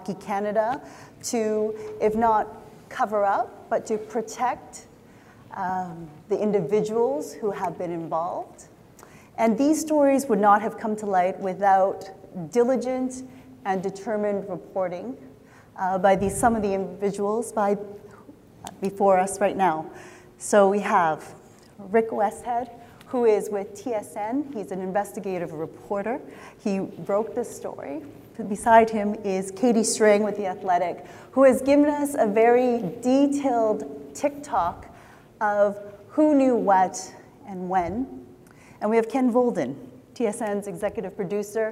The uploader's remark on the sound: This in-person event was part of the CJF's J-Talks program.